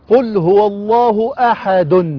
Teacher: منونة بالضم، لكن إذا سكننا تسكن الدال، إذا وقفنا تسكن الدال، لكن إذا سكنت الدال جاء حكم إضافي وهو القلقلة · Term: دال ساكنة مقلقلة